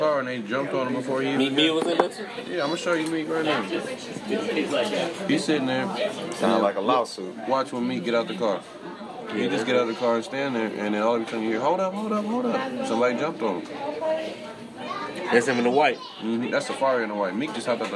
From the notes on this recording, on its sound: We continue our special behind the scenes of The Paid In AmeriKKKa Tour series. This week we press record while sitting at an IHOP in Tallahassee, Florida.